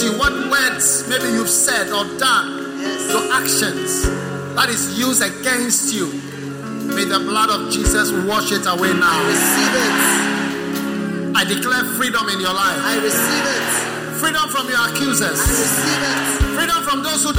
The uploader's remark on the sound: Preached at the First Love Center, Accra.